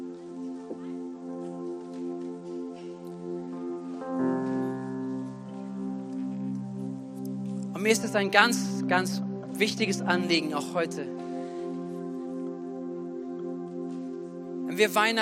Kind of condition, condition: setting, large echoing room